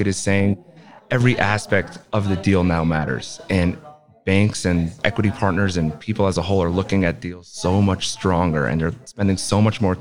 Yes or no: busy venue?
yes